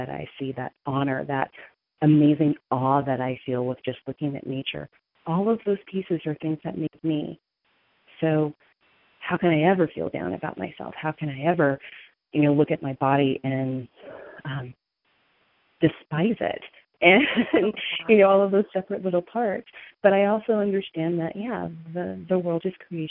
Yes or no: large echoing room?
no